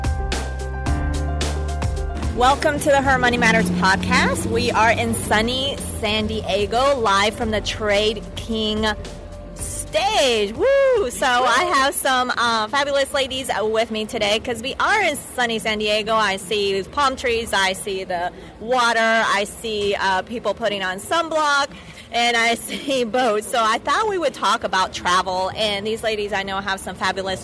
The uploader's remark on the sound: What do you do when you are in sunny San Diego next to the palm trees, boats and water? Outside while enjoying the sun.